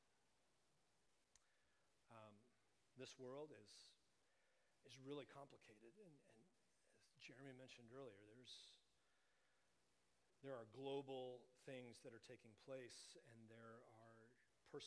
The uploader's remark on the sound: Please excuse the quiet volume of the recording. We were experiencing technical difficulties.